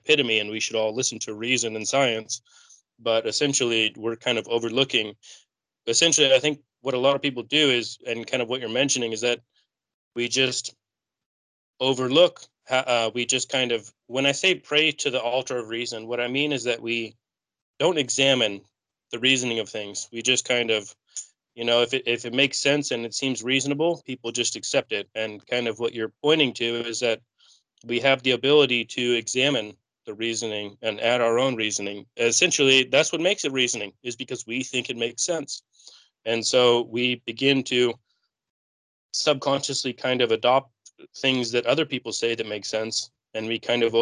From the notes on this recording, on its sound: skype calls on this channel